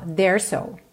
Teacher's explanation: Eu junto tudo num S só.